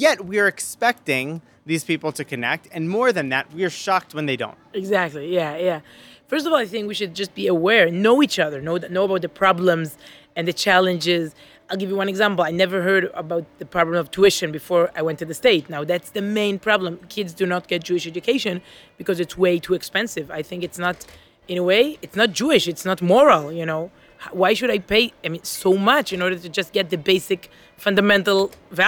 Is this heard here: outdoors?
yes